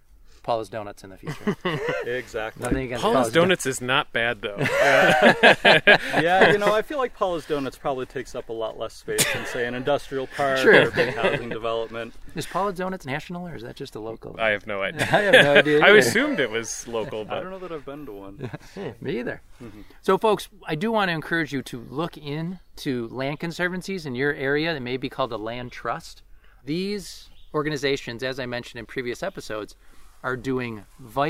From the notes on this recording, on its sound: The episode was recorded on June 17, 2023 at the Floating Fen near Fredonia, NY.